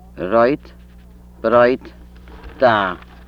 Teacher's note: Trill, voiced dental alveolar